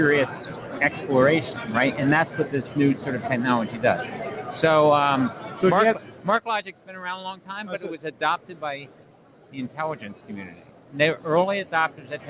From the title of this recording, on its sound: Live From HiMSS 2016: Day Two